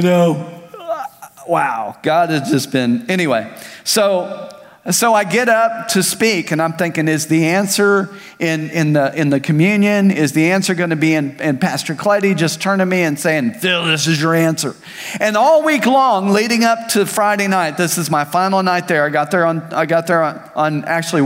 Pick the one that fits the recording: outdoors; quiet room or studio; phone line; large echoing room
large echoing room